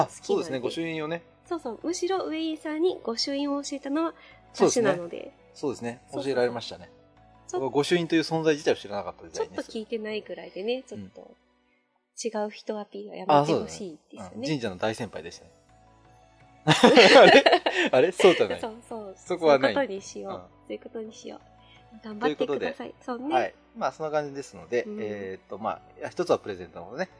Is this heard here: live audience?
no